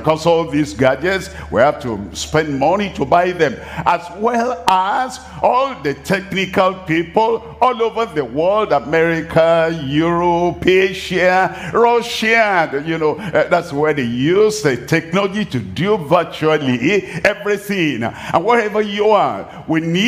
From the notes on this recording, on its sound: live from Asaba, Nigeria